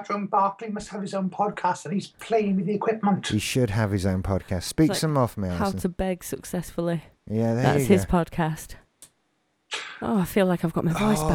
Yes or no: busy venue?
no